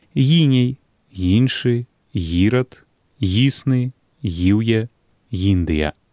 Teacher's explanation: Узнікае ёд таксама на пачатку слова перад націскным. Акцэнтую на гэта ўвагу – перад націскным «і».